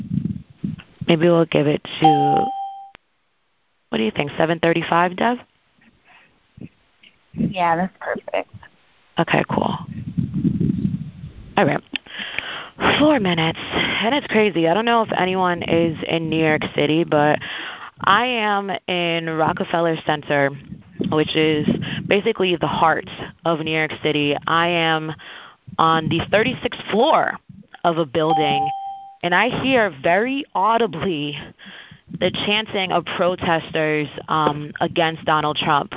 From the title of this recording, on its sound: Call recording